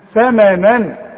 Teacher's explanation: طلع لسانك في الثاء وشوف النون مرققه